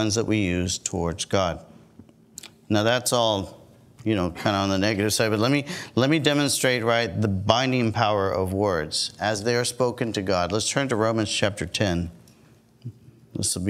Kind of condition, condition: setting, large echoing room